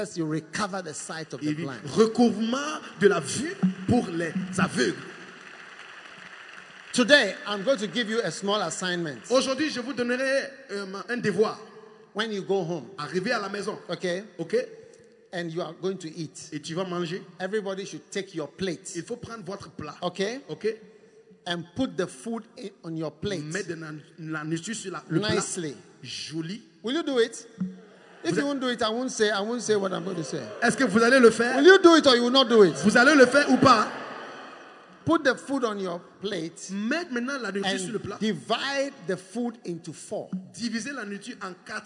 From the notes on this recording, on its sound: Preached at The Spirit Entered Into Me Conference, from 2nd November to 5th November, 2021 at The Qodesh, Accra-Ghana.